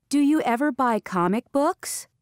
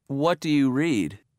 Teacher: Notice how we use rising intonation with yes-no questions and falling intonation with WH questions.